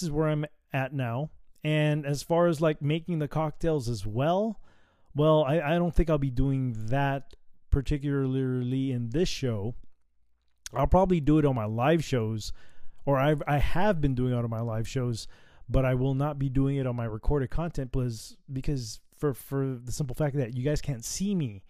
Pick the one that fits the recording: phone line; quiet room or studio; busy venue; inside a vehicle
quiet room or studio